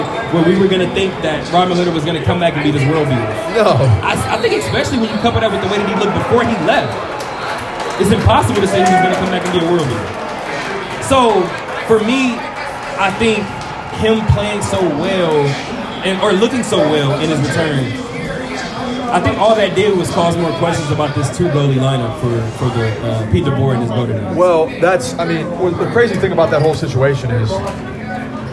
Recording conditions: busy venue